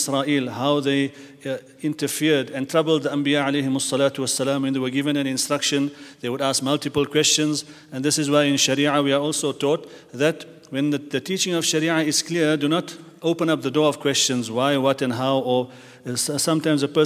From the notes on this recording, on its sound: at the Houghton Masjid (West Street)